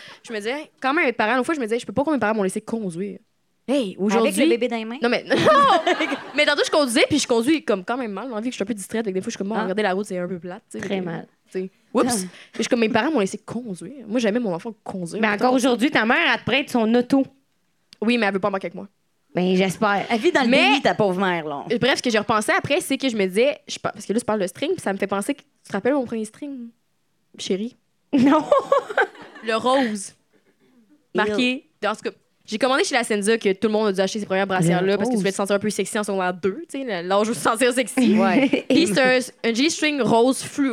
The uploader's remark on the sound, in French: Live à Québec